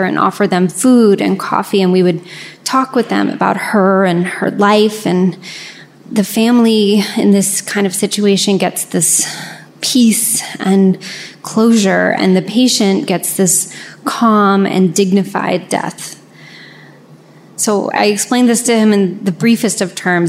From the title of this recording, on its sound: Live From Richmond!